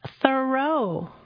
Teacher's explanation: their friend's name was pronounced Thoreau, with the accent on the first syllable